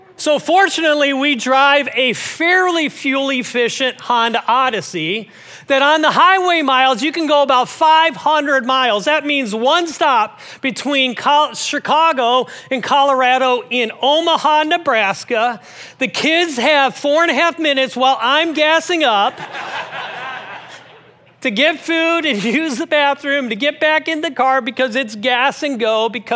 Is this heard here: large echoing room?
yes